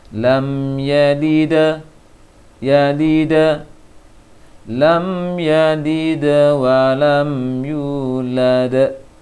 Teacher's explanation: fathah yang agak miring, fathah yang tidak sempurna